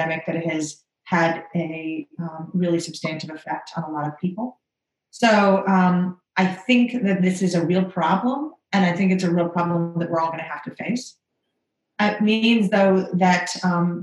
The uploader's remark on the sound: This is a special episode of a webinar.